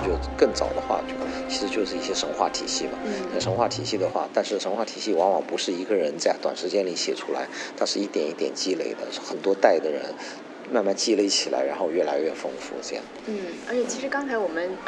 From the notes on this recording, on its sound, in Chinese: 我们在佛罗里达奥兰多的星战全球粉丝大会的现场